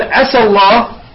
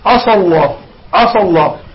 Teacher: يعني السين فخمة فأصبحت صاد · Shown in: second take